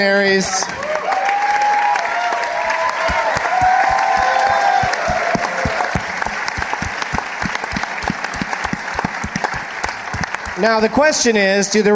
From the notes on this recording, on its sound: Live from the Gramercy Theater in NYC